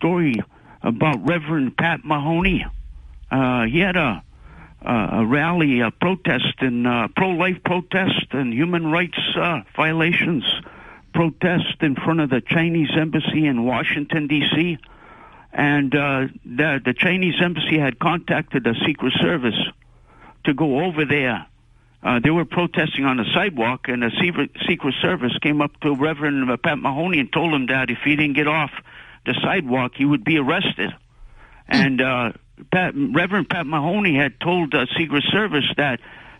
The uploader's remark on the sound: take calls from the audience